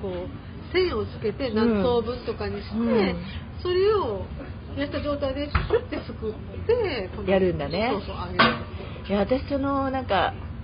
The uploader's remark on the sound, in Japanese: 12月の東京ぶらり飲み歩き編。リアル居酒屋トーク。リアル収録ならではの雰囲気をお楽しみ下さい。